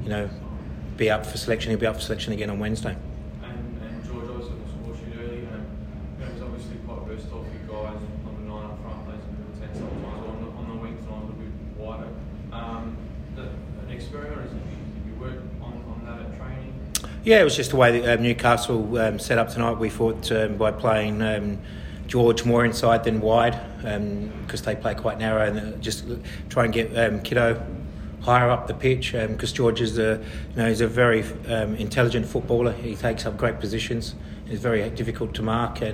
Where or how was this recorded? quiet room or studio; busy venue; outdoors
busy venue